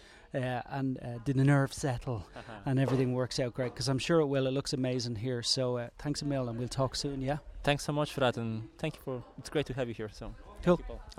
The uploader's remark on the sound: First in a line of short recorded from the Islanders Conference in Kilkenny Ireland.